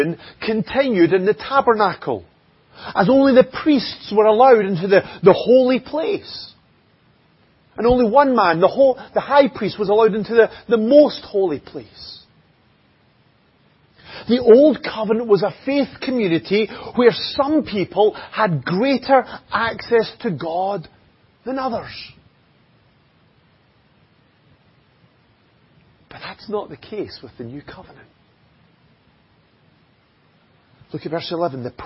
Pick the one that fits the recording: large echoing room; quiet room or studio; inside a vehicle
large echoing room